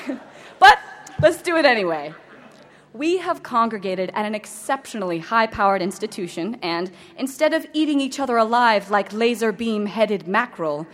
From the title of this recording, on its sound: Princeton University's 2010 Class Day ceremony